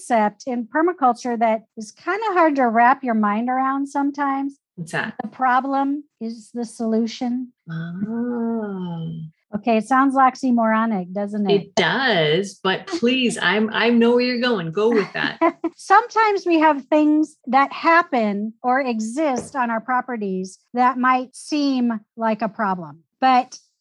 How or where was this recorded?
video call